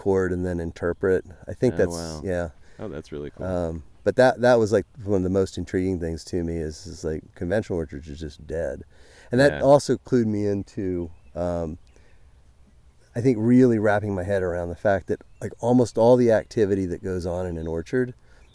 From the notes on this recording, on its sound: His own biodynamically enlivened orchard and mushroom operation in central New York. It was the first in-person interview I’ve done on location. As we walk through the trees and other plants. You’ll hear the sounds of birds and orchard life all around us in the background as we talk.